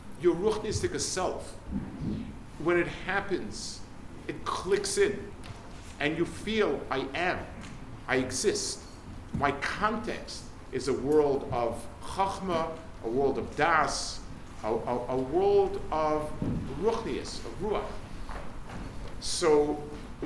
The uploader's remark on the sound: Delivered at Hasmonian High School, London 1/22/23